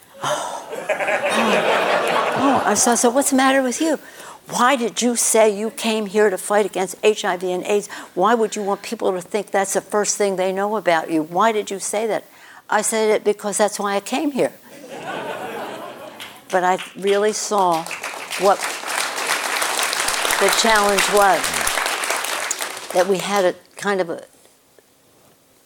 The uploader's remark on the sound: on stage at KQED Live